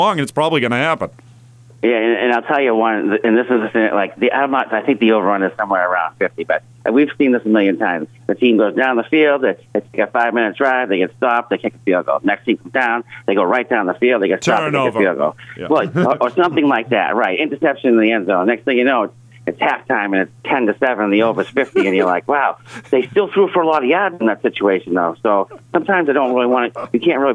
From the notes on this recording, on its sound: Our resident Sports Talk Caller Experts fill the phone lines today. We have our expert hockey caller.